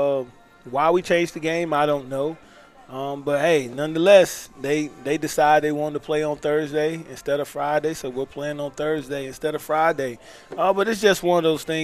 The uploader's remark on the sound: Live in season Tues Nights 730pm from Ledos Pizza in Kernersville